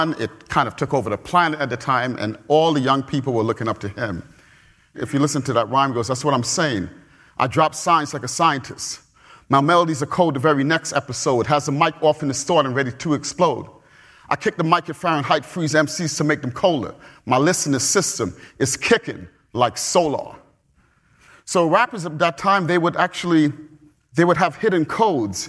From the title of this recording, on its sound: Perimeter Institute Public Lectures